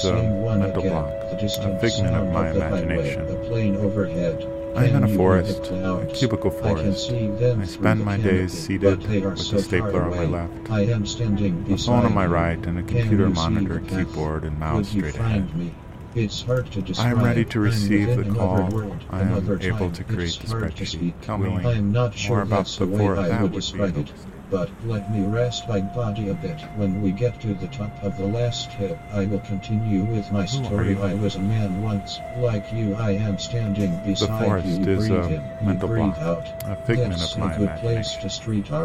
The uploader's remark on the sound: Featuring a binaural recording of a walk in Long Island City, Queens, and a quintet of midi-based instruments. A helicopter overhead. The hushed sounds of people talking.